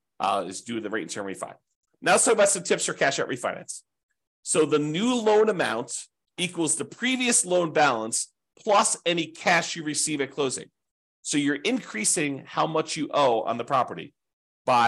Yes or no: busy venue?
no